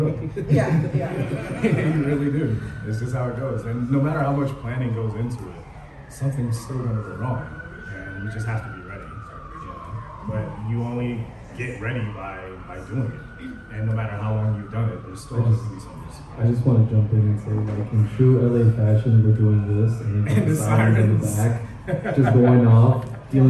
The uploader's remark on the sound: The first half of the live show. We'll Do it Live.